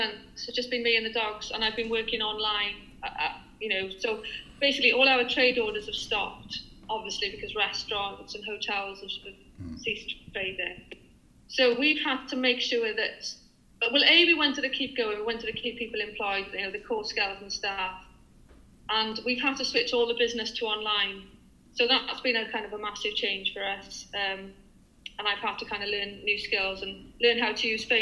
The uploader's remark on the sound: She lives in Barry, South Wales. Over zoom (so forgive any audio glitches at times). My dog, Jack the border terrier, decided to bark at the postman!